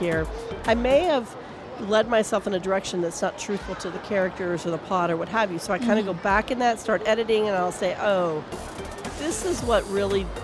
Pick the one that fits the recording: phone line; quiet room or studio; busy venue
busy venue